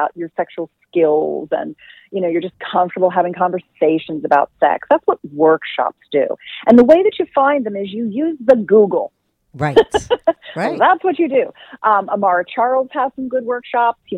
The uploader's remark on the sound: she called in to talk all about it